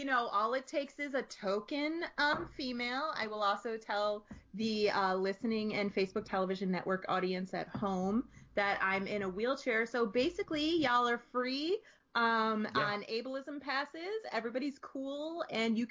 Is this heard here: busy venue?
no